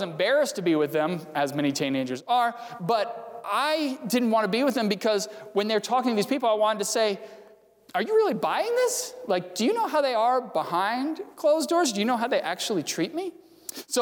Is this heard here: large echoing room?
yes